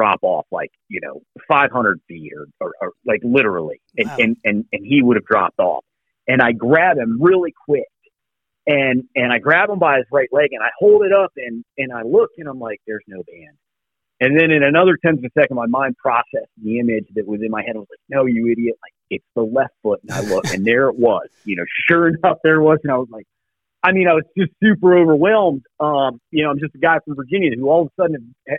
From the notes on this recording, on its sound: hops on the phone